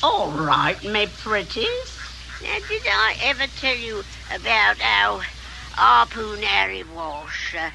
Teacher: She's pushing up the vocal fry up a little bit.